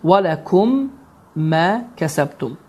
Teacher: Və biz bilirik ki, idğam sözünün lüğəti mənası daxil etmək deməkdir. Yəni, mim hərfi digər mim hərfinə daxil olacaqdır ki, və bu qayda zamanında 2 hərəkə miqdarında həmin qayda uzadılacaqdır. · Term: idğam əşşəfəvi